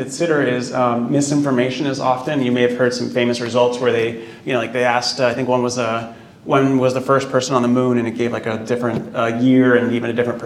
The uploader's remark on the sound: recorded live at the Apopka Chamber of Commerce event